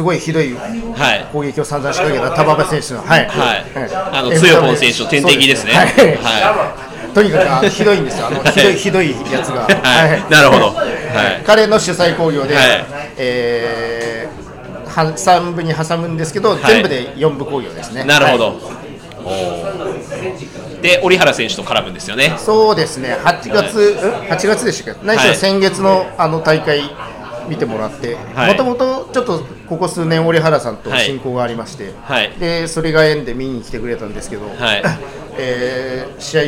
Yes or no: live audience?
yes